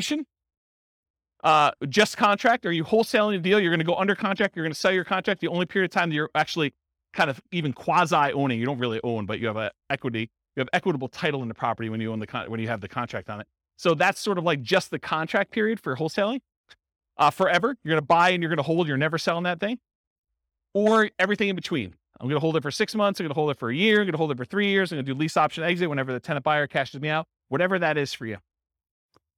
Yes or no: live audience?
yes